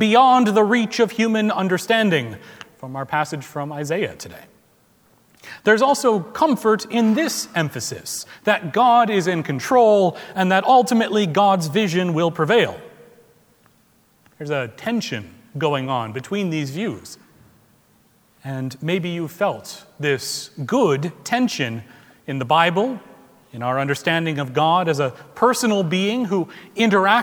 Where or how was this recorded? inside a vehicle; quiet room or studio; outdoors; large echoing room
large echoing room